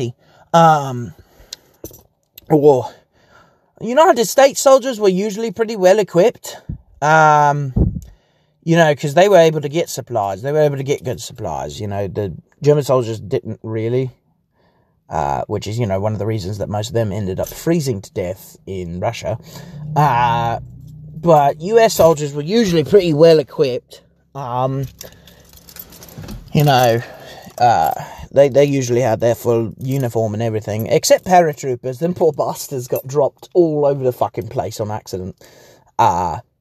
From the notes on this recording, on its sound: I ramble about things in the car once more